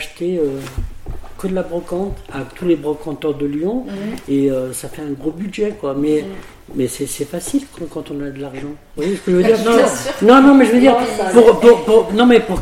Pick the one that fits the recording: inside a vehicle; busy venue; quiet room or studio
busy venue